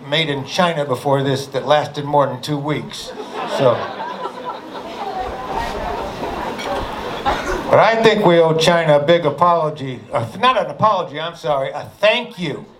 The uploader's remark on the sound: A great episode from the streets and comedy clubs of Boston.